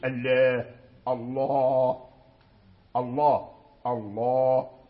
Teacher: واسم الجلالة في جميع القرآن اللام مفخم فيه لتفخيم اسم الجلالة